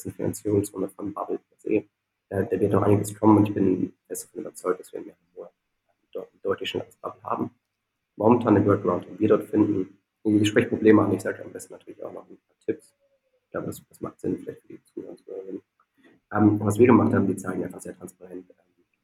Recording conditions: poor sound quality